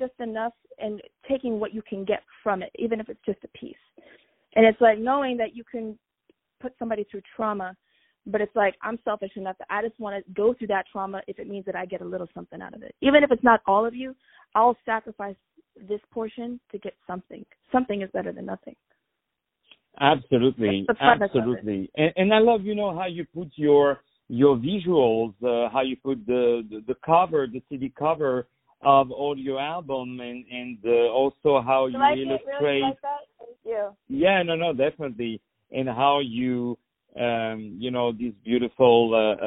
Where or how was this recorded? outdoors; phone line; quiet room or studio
phone line